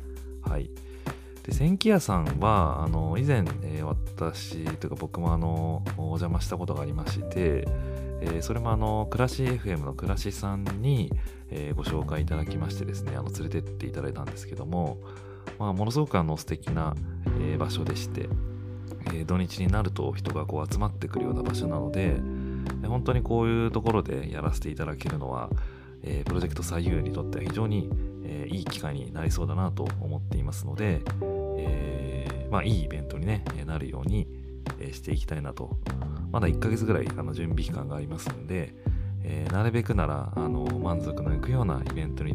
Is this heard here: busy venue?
no